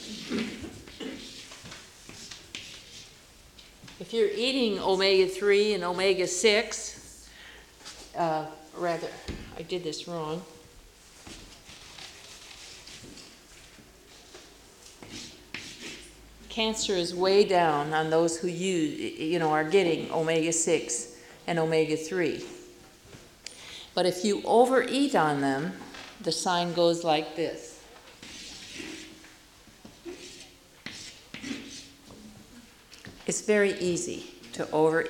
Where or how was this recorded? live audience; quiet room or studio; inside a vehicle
live audience